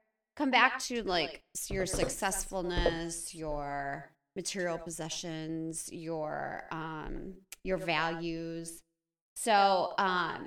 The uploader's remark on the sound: you’ll have to forgive us for the weird echo